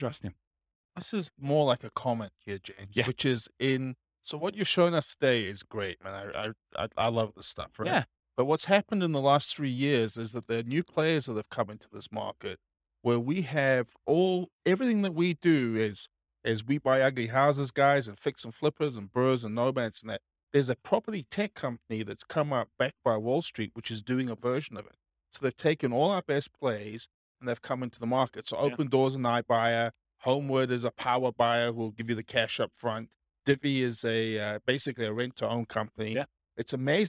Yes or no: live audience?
yes